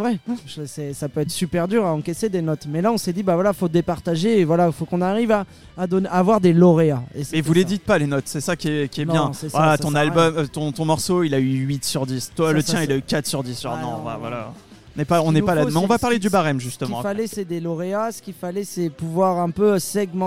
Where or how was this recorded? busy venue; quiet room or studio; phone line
busy venue